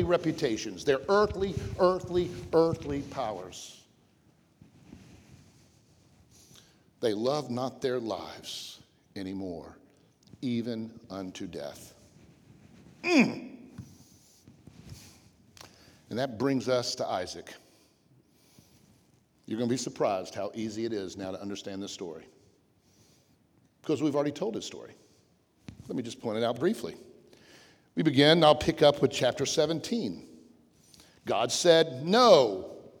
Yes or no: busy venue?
no